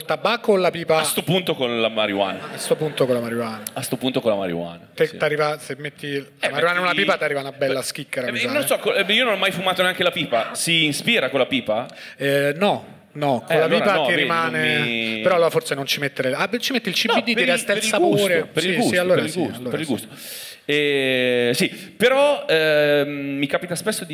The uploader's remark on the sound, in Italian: Prima puntata milanese di Tintoria LIVE. Registrato a Milano presso Santeria Toscana 31.